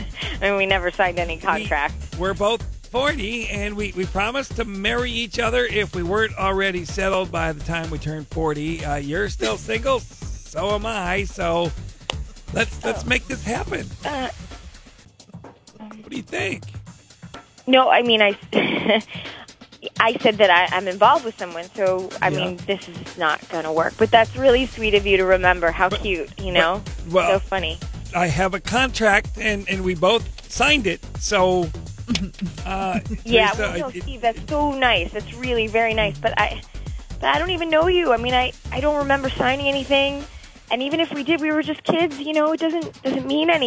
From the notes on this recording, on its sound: Friday Phone Jacks Prank Call.